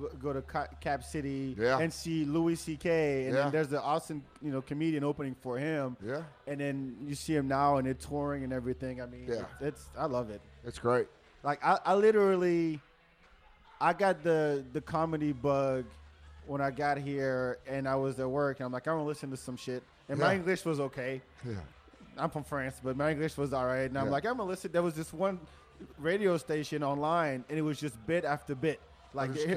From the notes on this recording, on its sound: Live from Container Bar.